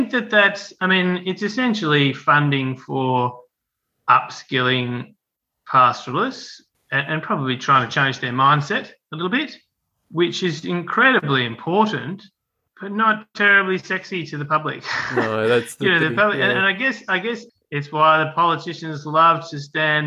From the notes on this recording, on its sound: This conversation was recorded online